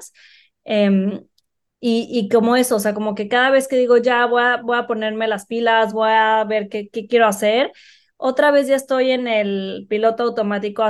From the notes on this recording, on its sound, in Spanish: Esta temporada grabada de forma remota